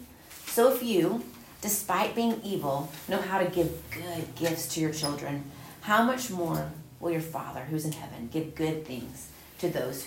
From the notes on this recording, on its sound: Recorded at Union Church.